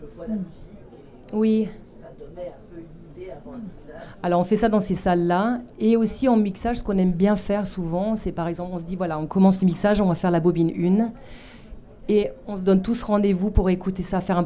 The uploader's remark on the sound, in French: CanneS Technique enregistré lors du 75ème Festival de Cannes sur le pavillon de la CST.